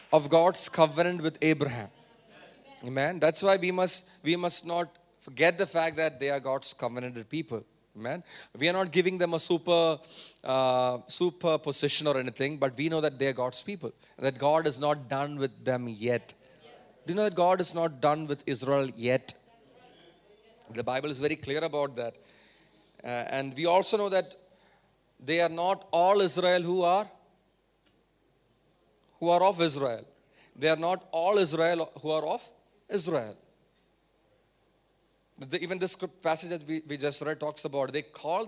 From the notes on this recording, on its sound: preached at Sunday Service on 29 October 2023 at Revelation Church